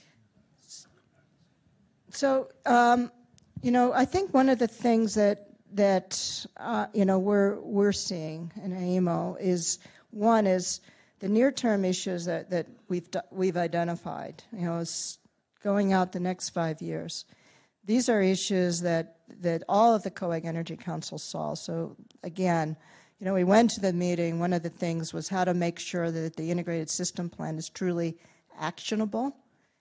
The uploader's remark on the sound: Keynote presentation